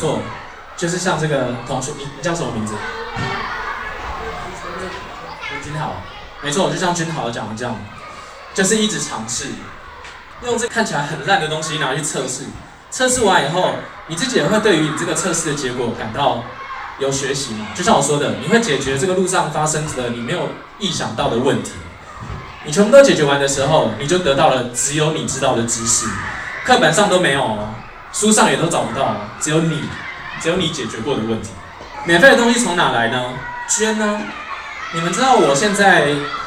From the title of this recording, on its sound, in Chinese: 北市國小職能探索課程現場錄音